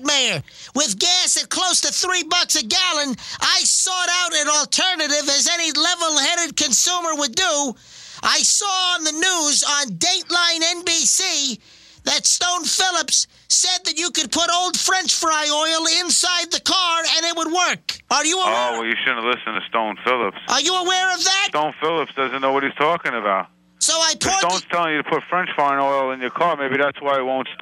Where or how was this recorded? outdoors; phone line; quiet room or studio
phone line